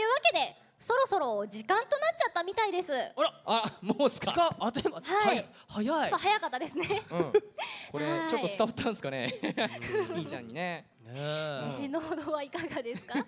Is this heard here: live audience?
yes